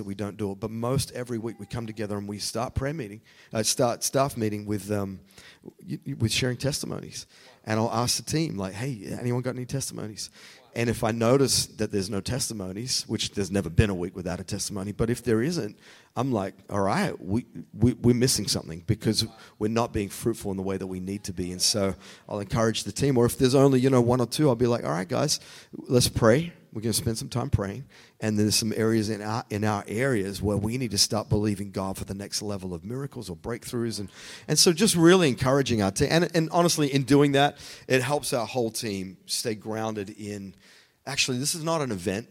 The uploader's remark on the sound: the podcast is on location at VousCon 2023 in Miami with Vous Church!